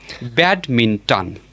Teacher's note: And the rule is that a noun having three syllables has the stress on its first syllable. It is pronounced as badminton with the stress on the first syllable.